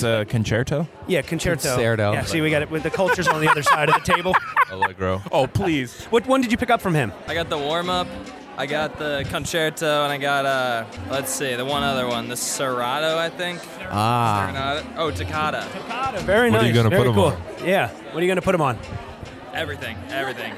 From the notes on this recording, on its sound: LIVE at Boston Hotsauce Fest! Chatting with Festival-goers and What Sauces We’ve Tried. Talking with festival-goers.